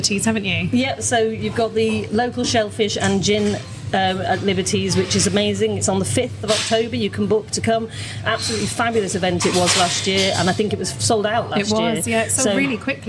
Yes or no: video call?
no